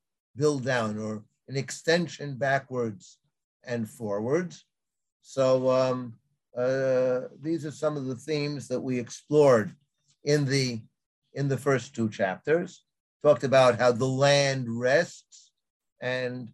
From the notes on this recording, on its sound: This audio was originally captured from Zoom